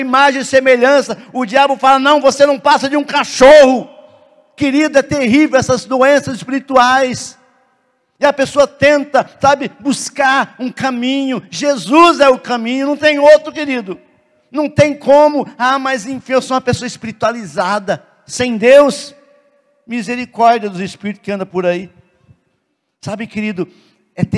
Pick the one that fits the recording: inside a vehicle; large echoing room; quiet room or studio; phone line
large echoing room